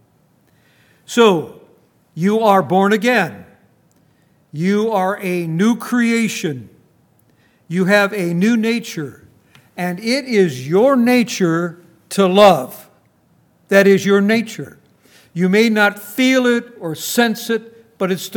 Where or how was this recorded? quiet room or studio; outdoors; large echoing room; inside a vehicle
large echoing room